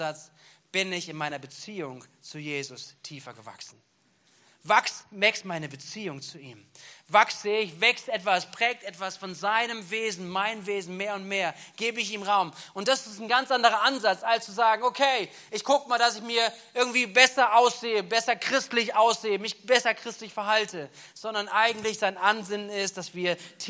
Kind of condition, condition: setting, large echoing room